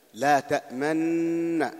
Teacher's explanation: أن تنطق النون مشددة بعد ذلك تضم الشفتين · Term: الإشمام